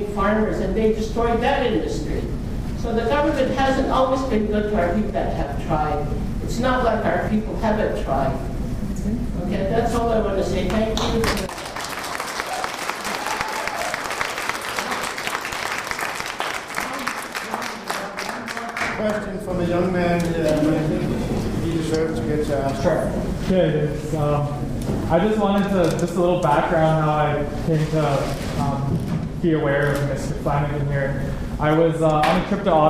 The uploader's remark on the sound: Part 2 Q&A. Audio of this speech is available courtesy of an audience member.